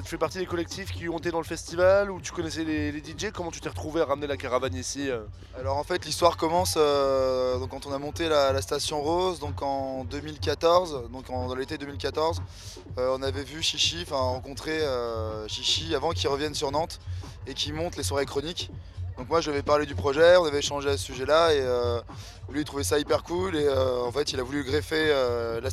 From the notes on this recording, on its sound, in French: Captation des sets à la Station Rose réalisée par l'équipe de Cosmic Show de Radio Prun'.